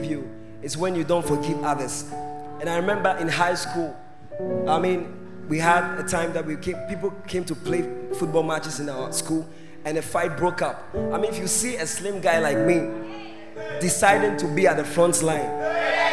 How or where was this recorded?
large echoing room